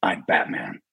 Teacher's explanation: bring it down to a very narrow vocal range, because Batman, you know, when he's Bruce Wayne, he has a wider kind of a range.